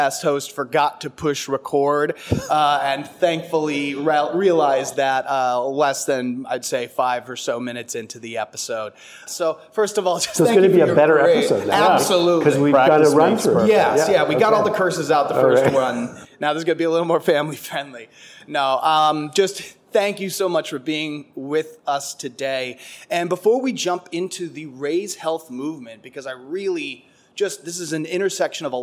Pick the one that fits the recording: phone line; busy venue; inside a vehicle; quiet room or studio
busy venue